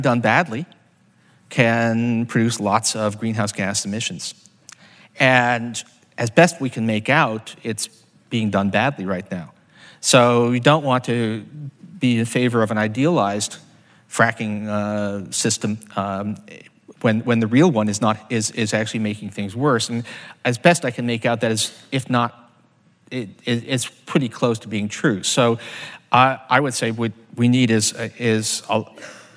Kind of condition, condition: setting, live audience